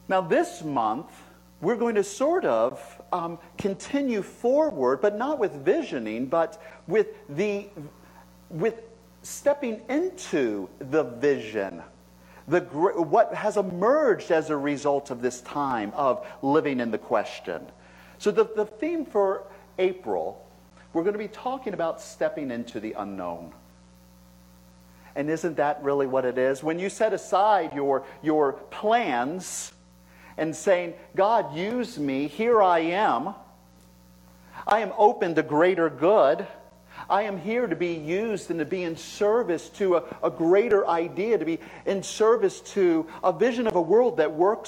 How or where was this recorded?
large echoing room